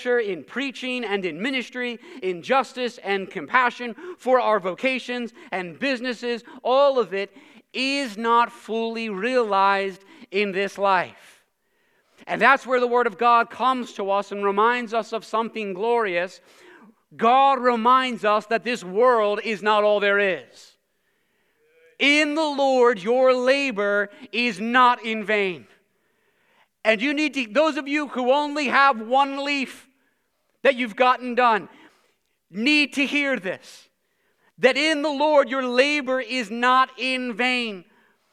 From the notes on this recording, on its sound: preached this sermon at Covenant Fellowship Church on February 5, 2023